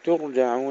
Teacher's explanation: ترقيق التاء ثم تسكين الراء مع تفخيمها، ترجعون. · Term: تفخيم الراء